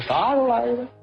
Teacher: 锦州话尾音上扬，语调略显夸张